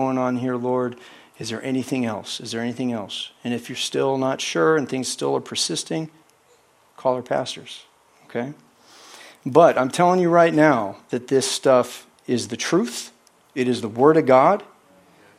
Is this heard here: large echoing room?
yes